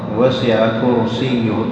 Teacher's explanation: تفخم الراء والكاف مضمومة